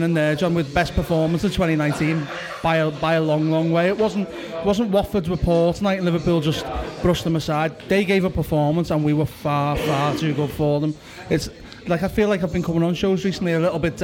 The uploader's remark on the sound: This is a 5 minutes taster from our very lively Post Match Show recorded immediately after the game at Anfield.